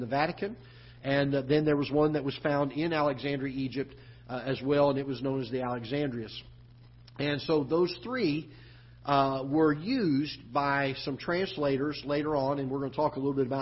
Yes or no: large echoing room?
yes